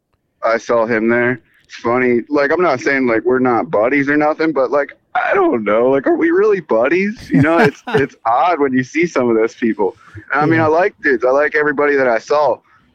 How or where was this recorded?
phone line